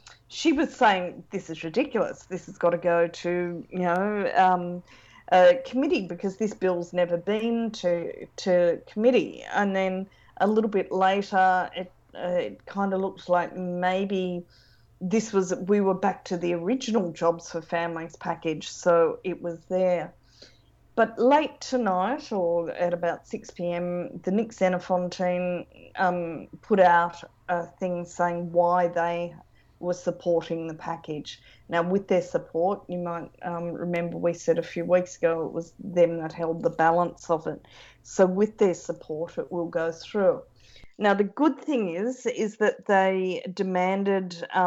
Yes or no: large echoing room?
no